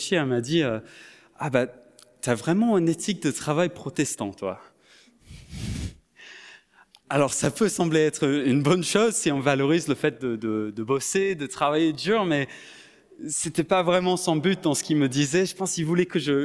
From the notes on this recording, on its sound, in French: Enregistré à l'église CVV, le 03/07/2022